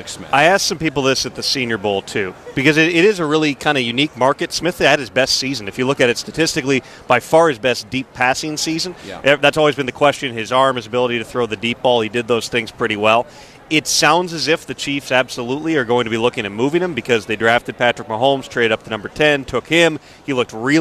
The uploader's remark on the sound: live from Radio Row